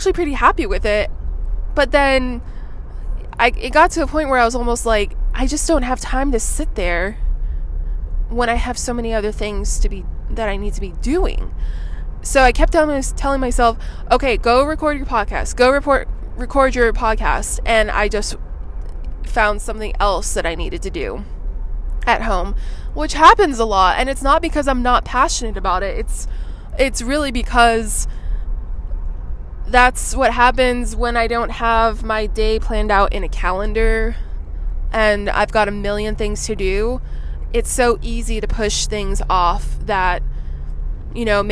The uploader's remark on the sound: Driving in my car, talking to you